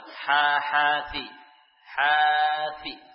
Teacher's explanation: satu alif sama dengan dua harokat seukuran dengan mengulang huruf ha tadi.